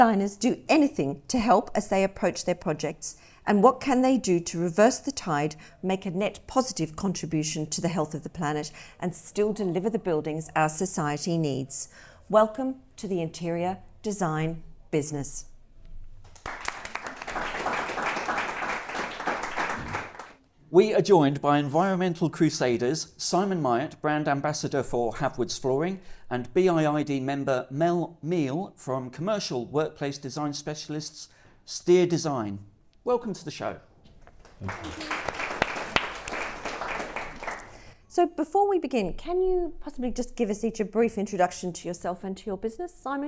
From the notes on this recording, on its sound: Recorded in front of a live audience at the recent Design Central South West event held at Blagdon in Somerset.